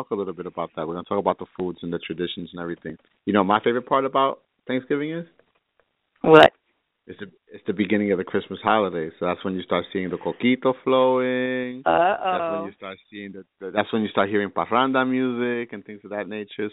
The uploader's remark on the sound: THIS WILL BE A LIVE CALL IN SHOW